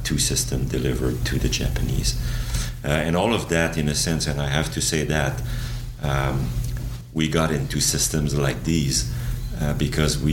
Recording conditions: busy venue